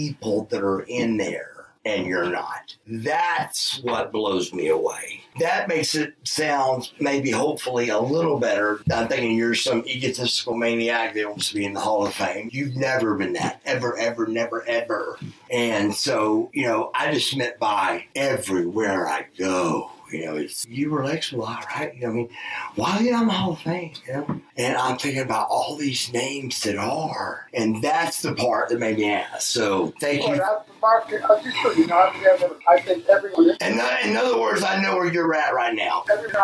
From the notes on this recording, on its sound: AUDIO IS A LITTLE IFFY BUT I ADJUSTED ENOUGH TO WHERE IT IS AIRABLE.